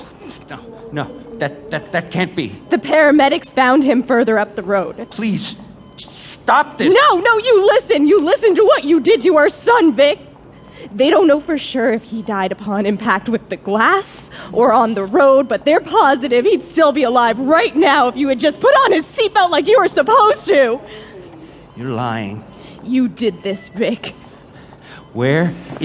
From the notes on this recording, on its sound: Stage a second season of Tales before a live audience at the performance venue Dixon Place in downtown New York City.